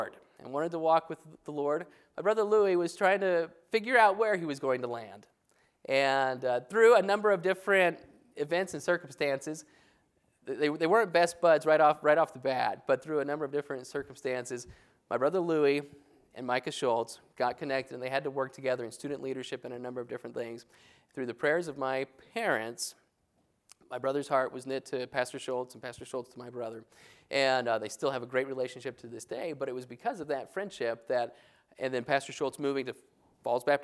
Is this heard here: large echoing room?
yes